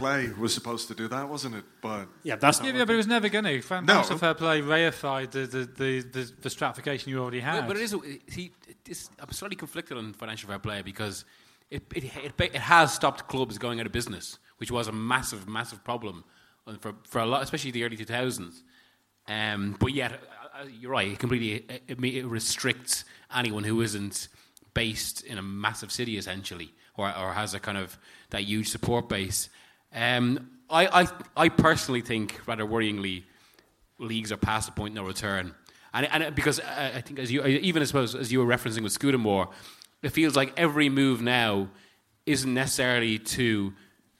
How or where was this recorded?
live audience